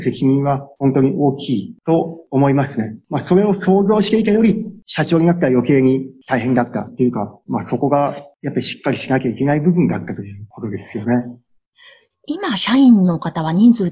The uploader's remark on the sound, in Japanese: Zoom・オンラインでインタビュー収録をしています